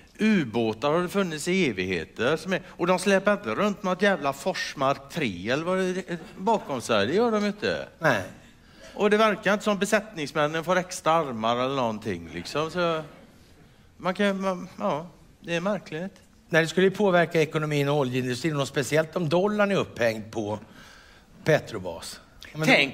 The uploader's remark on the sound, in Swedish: Detta är den inspelade finalen på Circus i Stockholm